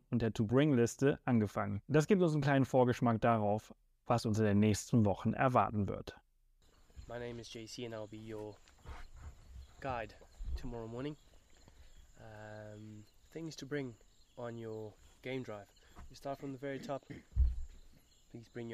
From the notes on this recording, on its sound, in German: Ausbildung zum Safari Ranger in Botswana. Seid live bei dem Moment dabei, als wir zwei Löwenmännchen dabei beobachten, wie sie einen Leoparden aufspüren und ihm seine Beute wegschnappen. Hört das Knacken der Knochen, als sie das Impala aufreißen, und das laute Schnaufen, während sie nicht vom noch zuckenden Körper der Gazelle loslassen.